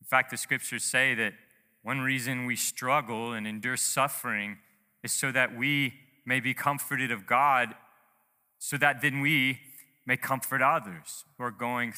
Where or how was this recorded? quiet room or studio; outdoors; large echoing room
large echoing room